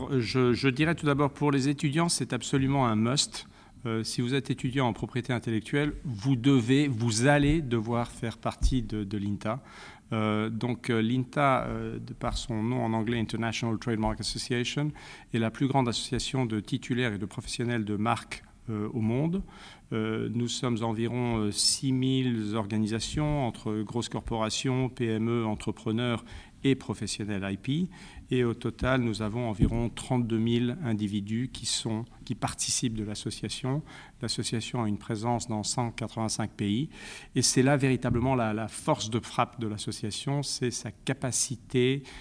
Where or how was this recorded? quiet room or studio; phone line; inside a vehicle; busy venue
busy venue